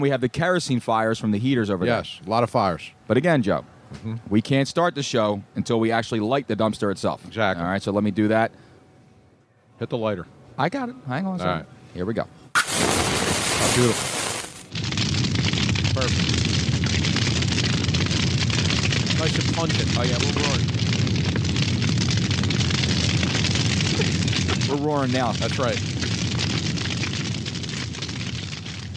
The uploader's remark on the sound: Moyamensing ave in front of beautiful Moonshine Philly! While we were pressing the flesh with the folks outside enjoying their lunch while we attempted to ruin it.